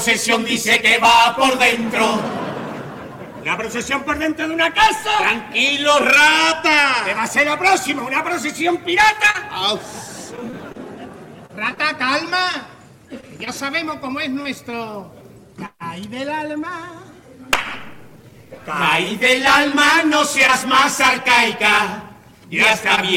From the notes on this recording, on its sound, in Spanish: En directo desde el Gran Teatro Falla de Cádiz, escucha la retransmisión del Concurso Oficial de Agrupaciones Carnavalescas del Carnaval de Cádiz 2024 en Onda Cero. En las semifinales del COAC 2024.